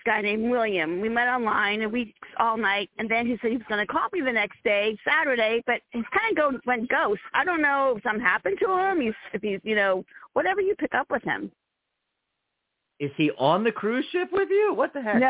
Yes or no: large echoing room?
no